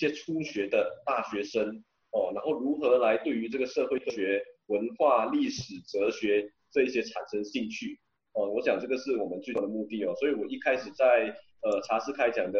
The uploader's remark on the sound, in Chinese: 地點：Zoom會議室